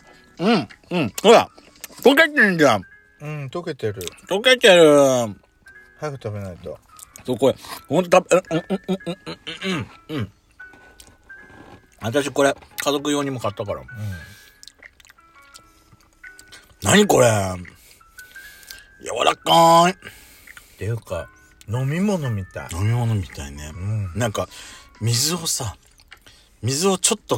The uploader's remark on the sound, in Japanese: 今回はお茶の間ASMR風な感じで。パーキング収録。ドスラヂお食事ASMR。